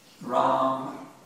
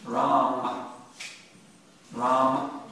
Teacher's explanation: When you say Ram, actually you're saying Rama, but it's subtle. You can't say a consonant without a vowel.